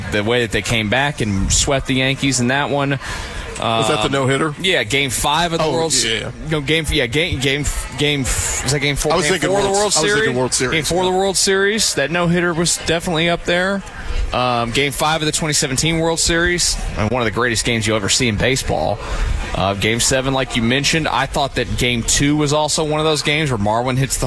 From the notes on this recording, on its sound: Live from Cactus Cove. A special episode broadcast live from the Cactus Cove crawfish boil.